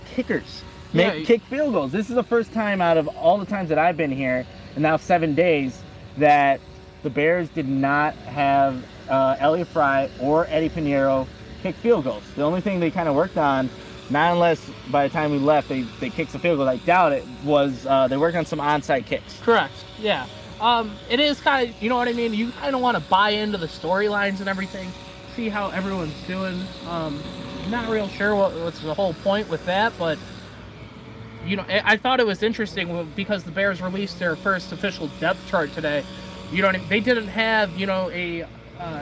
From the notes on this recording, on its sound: Bear through the background noise and take a listen to our final report from Bears Camp.